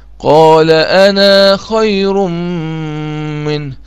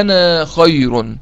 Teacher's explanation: فإذا وصلت هذه الكلمة بالتي بعدها اللي بيحصل تسقط هذه الألف · Term: حذف الألف